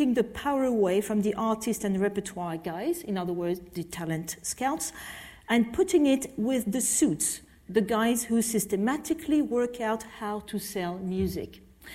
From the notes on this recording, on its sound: This panel discussion was part of the Cambridge Festival of Ideas